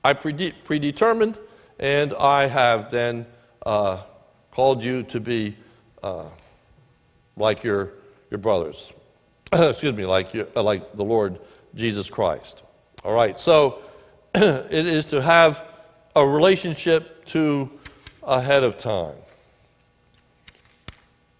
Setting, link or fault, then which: setting, large echoing room